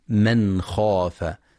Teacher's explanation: ينتبه القارئ للإظهار الحلقي في من خاف